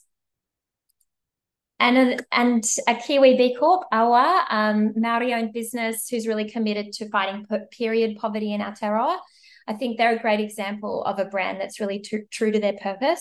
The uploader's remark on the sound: Today, we have a special bonus episode where we'll share a recording of a webinar hosted by B Local Ōtautahi Christchurch.